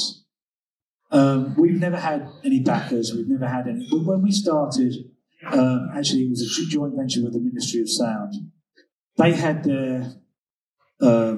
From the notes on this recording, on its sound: This episode was recorded at the Night Time Economy Summit in Bristol